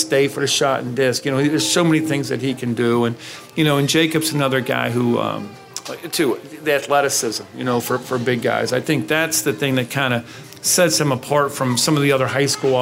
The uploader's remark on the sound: The WCPO High School Insider Podcast held a special live episode at the Western Hills Chick-fil-A.